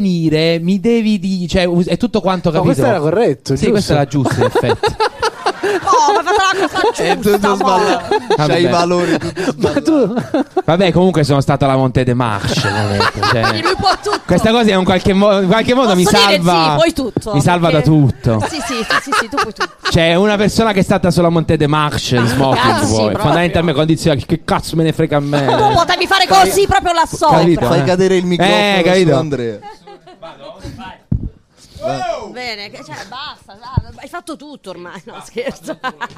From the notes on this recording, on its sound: Chiude il FringeMi festival 2023. Live dal GhePensiMi.